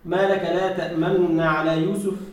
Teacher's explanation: الاختلاس يعرفه القراء، والإدغام وإذهاب الضم تأمن غير تأمن. فاختلاس للصوت يعني جزيء من الضمة، فيكون مثل الإشمام قريبا منه لكن اختلاس